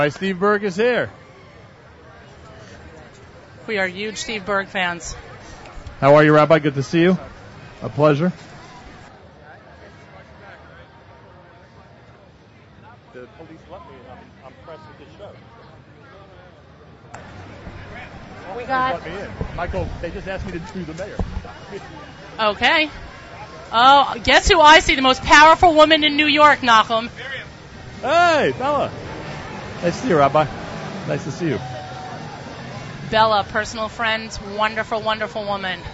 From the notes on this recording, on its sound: Broadcasts Live from the 2015 Celebrate Israel Parade in NYC. Bring you the sights and sounds of this year's Celebrate Israel Parade on Fifth Avenue in NYC.